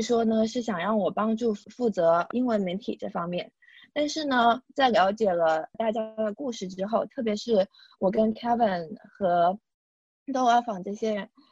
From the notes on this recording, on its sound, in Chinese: 这是4月13号我在线上主持的新闻发布会录音的最后一部分。